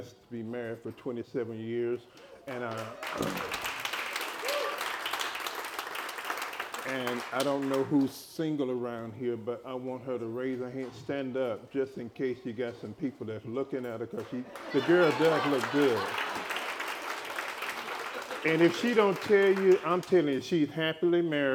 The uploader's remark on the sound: LIVE recording. Blue Ridge Estate Vineyard & Winery hosted their first Personal Growth Day.